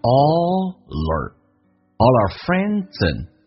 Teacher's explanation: our 不被强调会说成一个儿化音 er